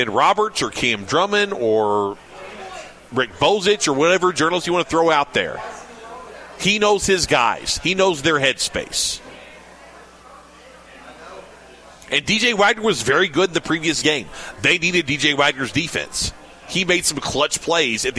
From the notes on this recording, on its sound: Broadcasting live from BW3s on Westport Road!